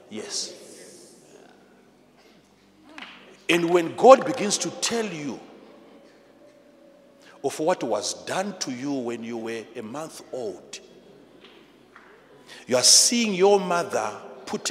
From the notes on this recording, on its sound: answers questions from the audience